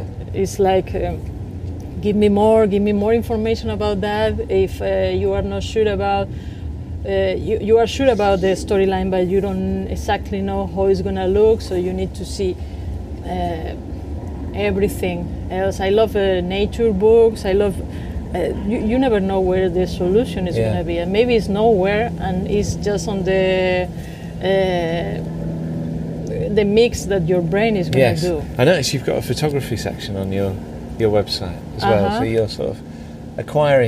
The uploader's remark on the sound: was recorded over lunch in her garden in LA